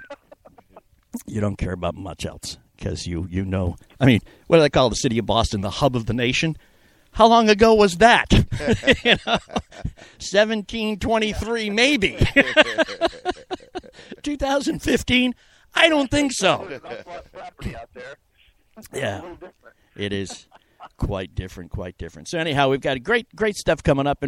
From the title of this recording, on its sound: Live from The Polo Fields